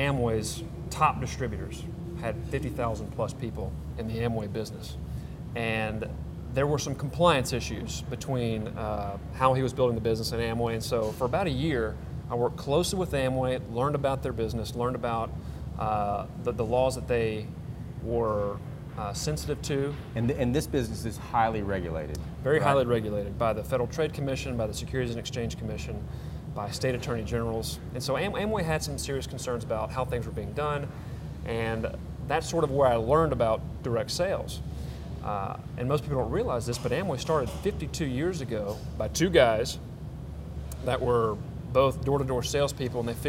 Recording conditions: busy venue